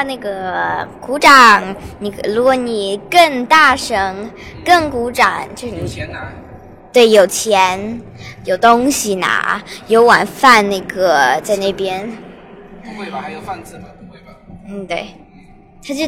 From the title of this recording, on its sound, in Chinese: 亲历“美国达人秀”决赛现场